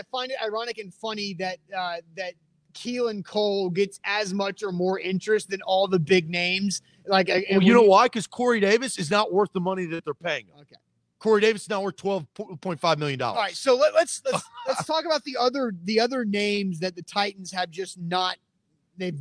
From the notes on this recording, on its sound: LIVE from Mill Creek Brewing Co